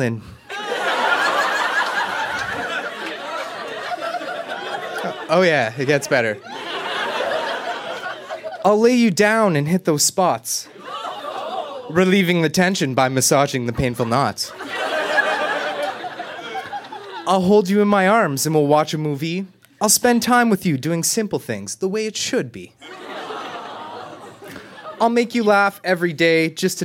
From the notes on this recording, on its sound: Recorded live at Yuk Yuk's in Ottawa.